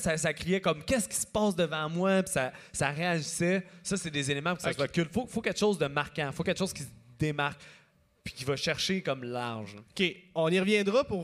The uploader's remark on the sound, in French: Live au Festipod. Dans le cadre du Festipod, je présentais un épisode devant public pour la première fois.